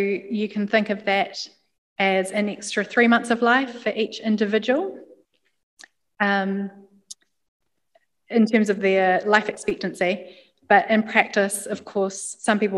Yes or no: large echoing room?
yes